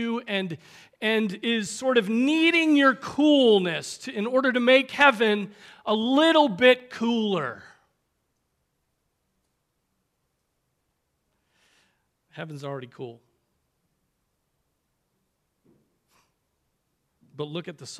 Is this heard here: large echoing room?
yes